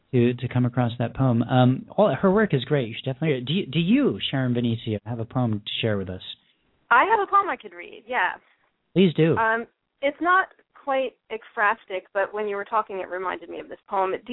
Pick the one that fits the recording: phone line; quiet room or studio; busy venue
phone line